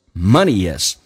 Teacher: 这是元音跟元音之间的连音。元音跟元音连音不是加我就是加也